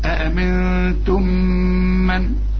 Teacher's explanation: ميم مع ميم إدغام بغنة